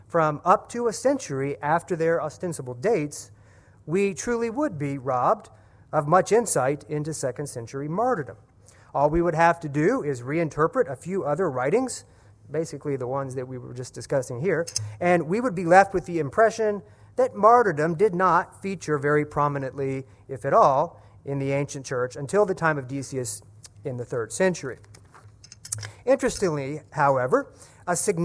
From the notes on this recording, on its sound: At the 2015 Center for Ancient Christian Studies Martyrdom in the Early Church conference.